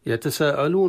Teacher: المد هنا مد عارض للسكون، ومقدار مده بالطول أو التوسط أو القصر، والمد المتصل الواجب بمقدار مده بأربع إلى خمس حركات أو بالمصطلح الثاني بالتوسط، بينما المد العارض للسكون بالطول والتوسط والقصر وبالمصطلح الثاني ست حركات وأربع حركات وحركتين.